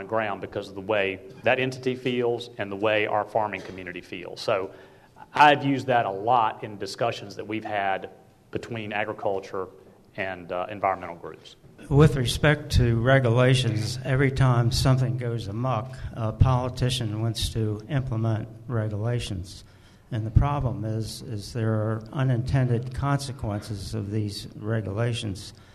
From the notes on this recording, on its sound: listen to a panel I moderated last week for the ESLC's 15th Eastern Shore Planning Conference